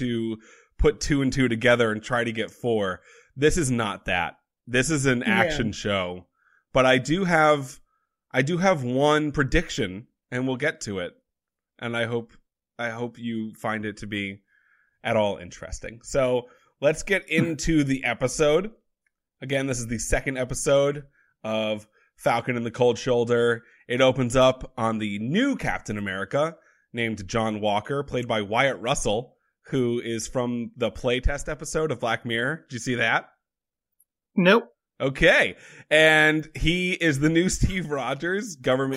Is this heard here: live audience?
no